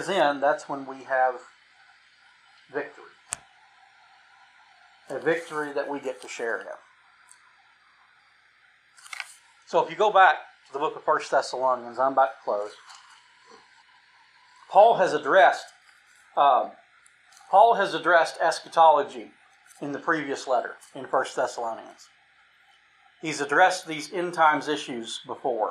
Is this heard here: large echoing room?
yes